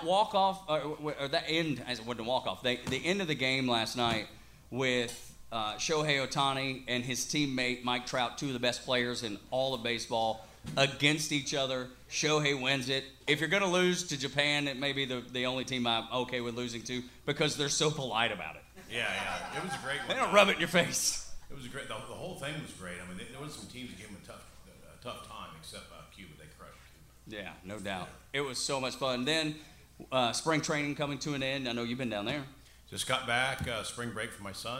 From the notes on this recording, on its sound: BRAVES COUNTRY PODCAST LIVE at SMITH’S OLDE BAR - PRESENTED BY LIVE AT THE PRINT SHOP!